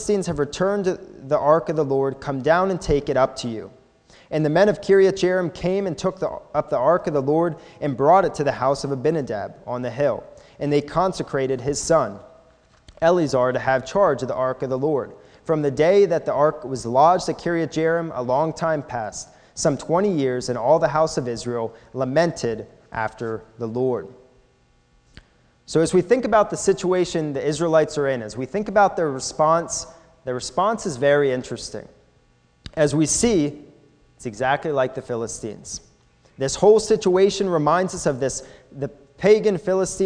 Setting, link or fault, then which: setting, large echoing room